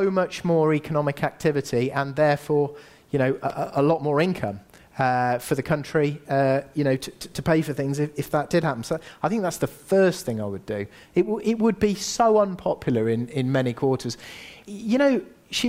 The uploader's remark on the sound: Recent talk at the Underground Empire Builders Event.